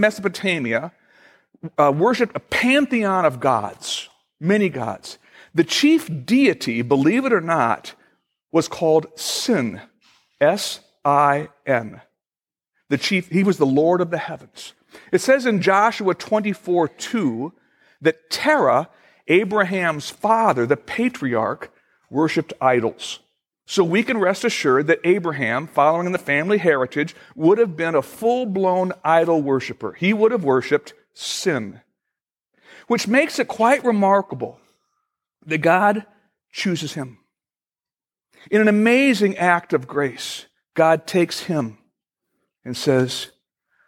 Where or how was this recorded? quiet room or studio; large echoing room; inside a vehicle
large echoing room